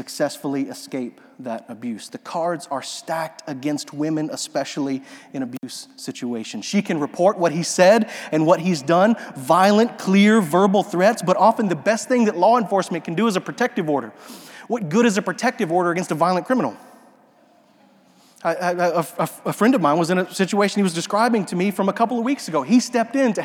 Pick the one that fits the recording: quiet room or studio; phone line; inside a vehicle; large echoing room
large echoing room